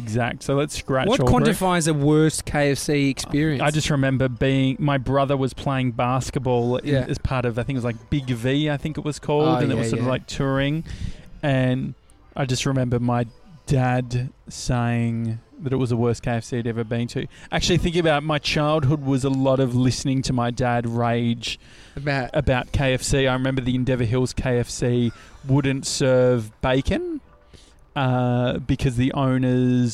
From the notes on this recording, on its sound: We drive 2 hours to Shepparton. LIVE from a bar in Shepparton.